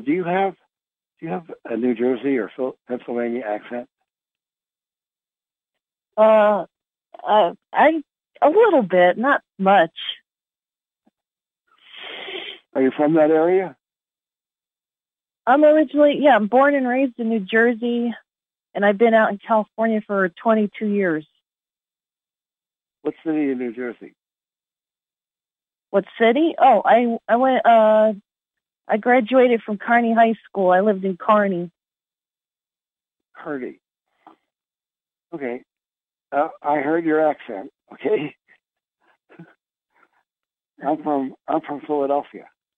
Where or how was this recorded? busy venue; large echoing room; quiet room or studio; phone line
phone line